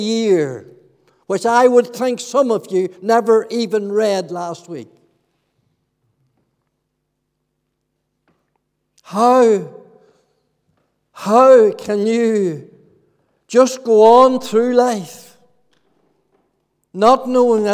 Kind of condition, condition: setting, large echoing room